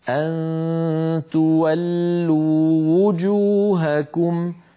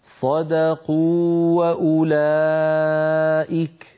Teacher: مرت معنا في هذه الصفحة من جملة ذلك أن تولوا وجوهكم تولوا آخرها واو مدية وجوهكم أولها واو مضمومة فالتقى في النطق واوان علينا أن نبينهما هكذا أن تولوا وجوهكم ببيان الضمة لواو وجوهكم